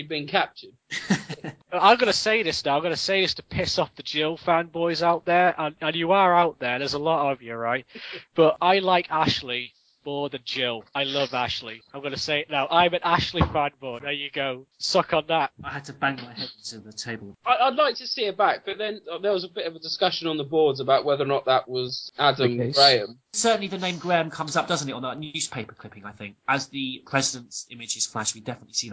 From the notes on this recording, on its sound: February 2012 when we recorded the first episode proper of the then Project Umbrella Podcast. Apologies for the erratic audio quality throughout as back then we were still learning our way around this whole podcasting lark.